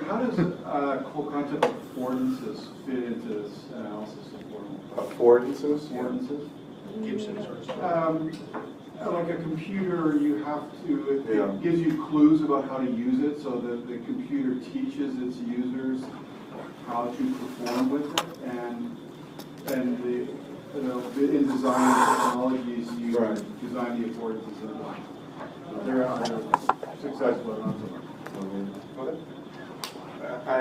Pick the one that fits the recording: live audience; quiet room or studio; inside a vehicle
live audience